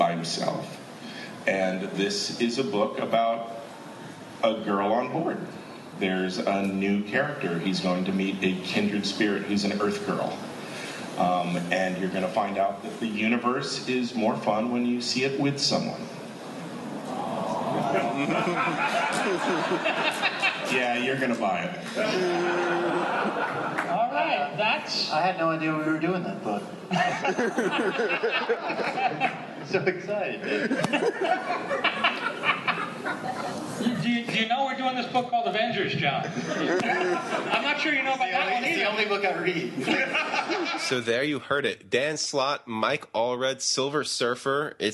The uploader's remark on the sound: Superior Spider-Talk #17: NYCC ’13 and the Superior Spider-Man and Friends Panel. Exclusive audio from the Superior Spider-Man and Friends panel with commentary.